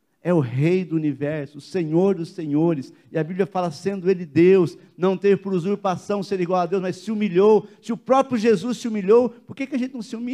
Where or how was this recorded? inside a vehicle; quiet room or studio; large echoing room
large echoing room